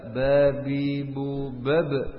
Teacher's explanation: Yang pertama nafasnya bagaimana? Tertahan. Sifatnya jahar. Suaranya tertahan. Sifatnya syiddah. Yang ketiga lidahnya turun. Sifatnya istifal. Kemudian lidahnya yang keempat renggang.